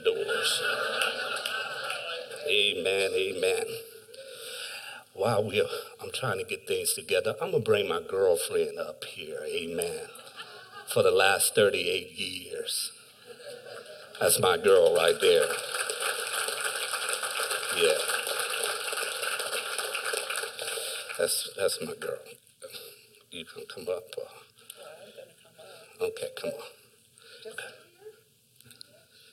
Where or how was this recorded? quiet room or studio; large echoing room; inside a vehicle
large echoing room